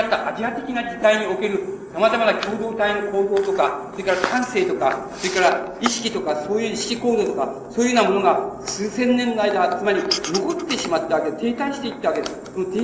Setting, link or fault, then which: fault, background noise